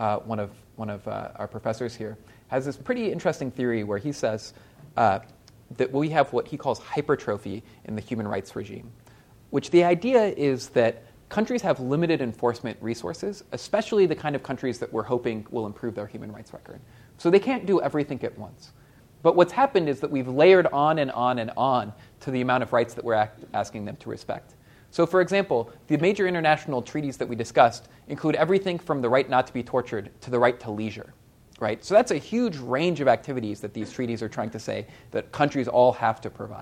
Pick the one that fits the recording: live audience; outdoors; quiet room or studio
live audience